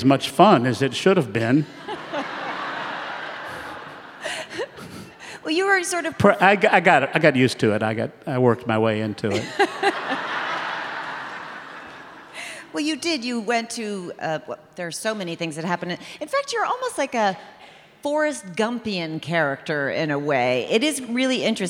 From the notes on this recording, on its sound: We hear from two Southern writers from the Decatur Book Festival. In front of an audience at the festival.